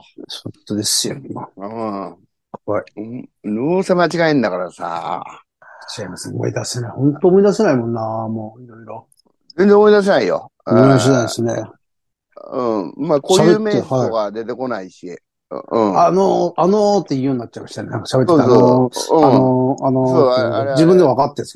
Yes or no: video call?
yes